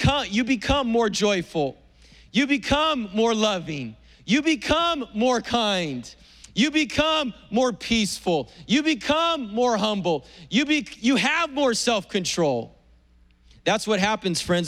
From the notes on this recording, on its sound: was preached on April 25th at the 10AM service.